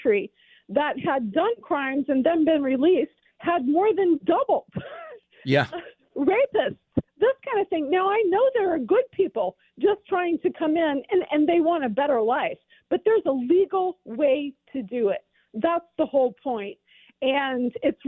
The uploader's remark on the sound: Call in Segment